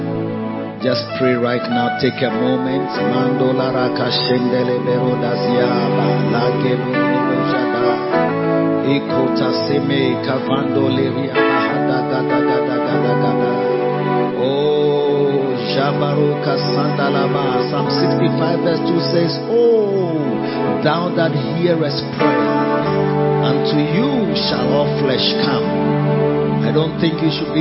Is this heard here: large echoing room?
yes